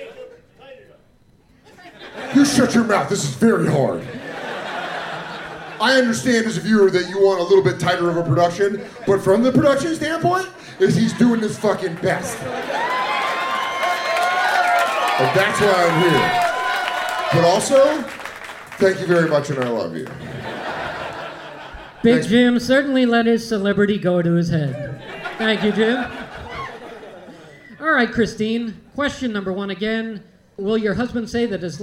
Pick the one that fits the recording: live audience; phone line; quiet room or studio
live audience